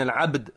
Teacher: الباء مقلقلة والدال مقلقلة · Term: القلقلة